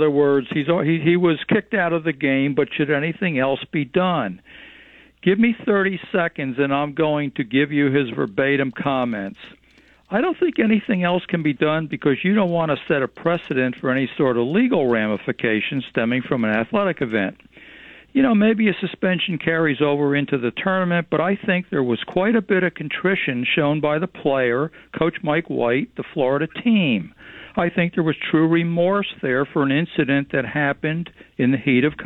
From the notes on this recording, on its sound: your phone calls